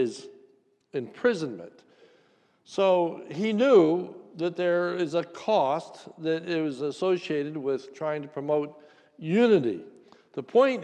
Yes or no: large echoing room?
yes